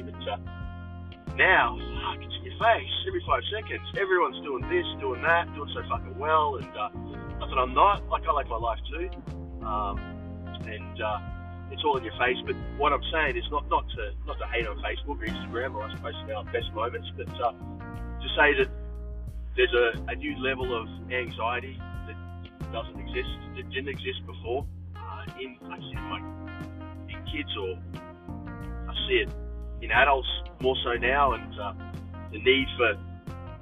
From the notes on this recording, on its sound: On the way to work in my car.